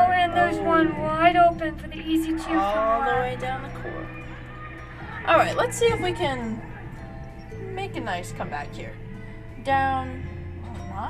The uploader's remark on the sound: recording this episode during the Girls Varsity Basketball game on January 12